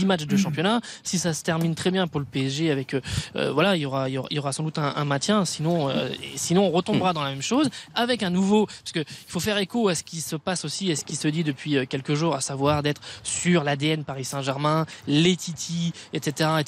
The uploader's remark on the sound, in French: Pour trois heures de direct. En direct de Auguste-Delaune.